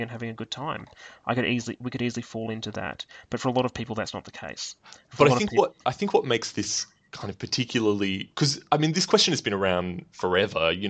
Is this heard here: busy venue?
no